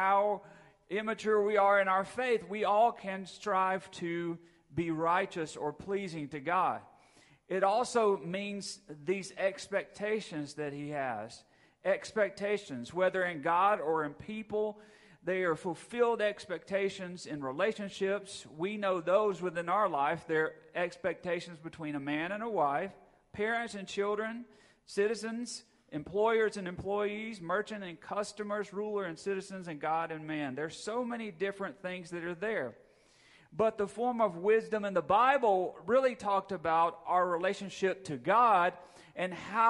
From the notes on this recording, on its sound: Recorded at Friendship Baptist Church on October 23, 2022.